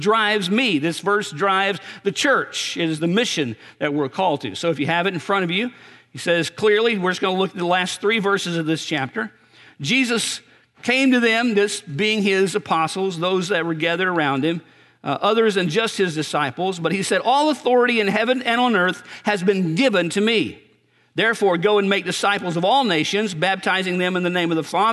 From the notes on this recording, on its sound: Recorded on November 11, 2018 at Graceland Baptist Church in New Albany, Indiana.